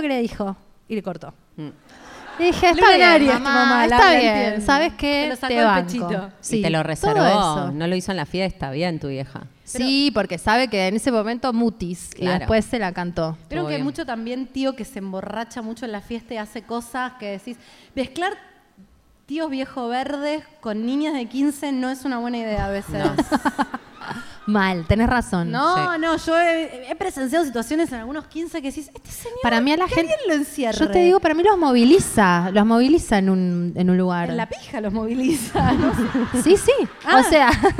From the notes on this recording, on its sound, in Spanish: En vivo en Rosario. Grabado en vivo durante nuestra gira en la ciudad de Rosario.